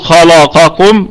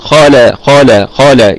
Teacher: والقاف، لا أقول خلاقكم هكذا، لكن أقول خالا خالا خالا، يعني آتي بالاستعلاء في حرف الخاء ثم أعود فأستفل للام ثم أعود فأفخم حرف القاف · Shown in: second take · Term: تدقيق اللام